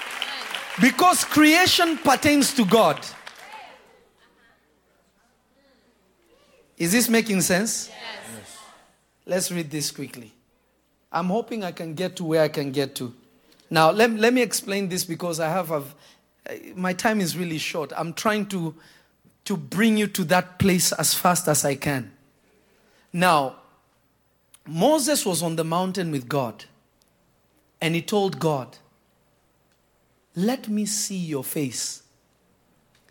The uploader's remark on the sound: This Episode was recorded live on June 26 at Revelation Church in Simi Valley, CA.